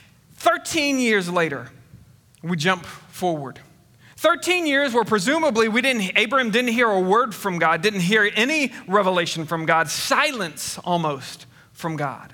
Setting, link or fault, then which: setting, large echoing room